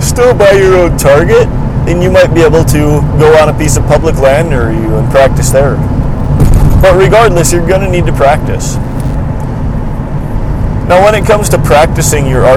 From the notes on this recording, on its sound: I do apologize for this being another episode recorded in my car, which makes it tougher to control audio and production quality.